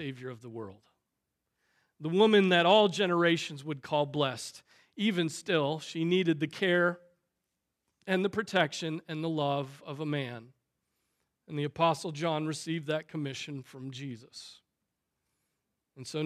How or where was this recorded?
large echoing room